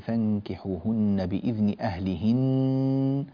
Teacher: النون أعطها زمنها من الغنة، سواء وقفت عليها أو وصلتها